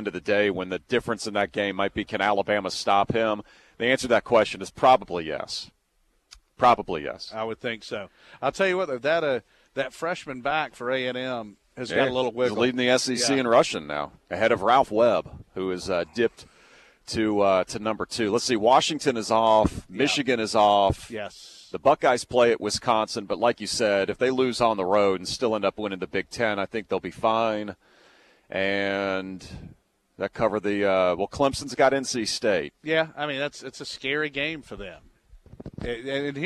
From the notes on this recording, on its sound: live from the UGA Bookstore